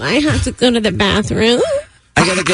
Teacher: It's called creaking. It's Vocal Fry. It's a creaky sound.